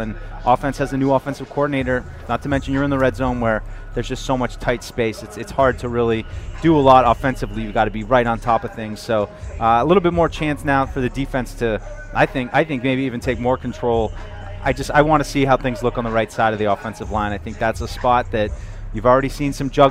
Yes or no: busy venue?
yes